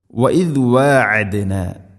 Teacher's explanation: ഐൻ എന്ന അക്ഷരത്തിൻ്റെ ഉച്ചാരണം തൊണ്ടയുടെ മധ്യഭാഗത്തിലാണ്.